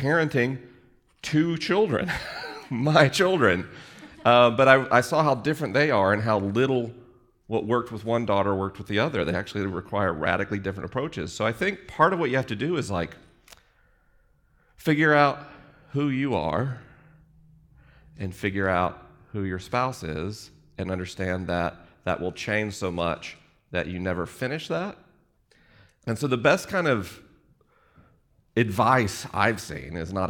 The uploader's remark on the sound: This episode was recorded live in Los Angeles. The questions were unscreened and the answers unrehearsed.